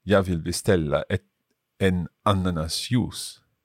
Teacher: So the stress is on ananas